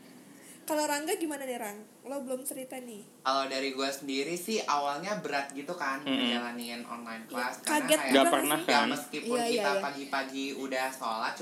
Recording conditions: background noise